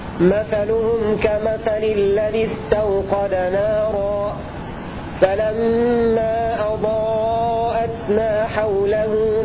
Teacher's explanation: هذه رواية قالون على قصر منفصل وسكون الميم